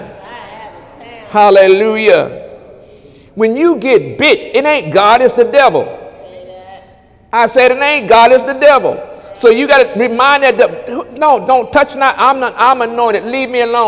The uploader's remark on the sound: During Wednesday night service on November 8, 2017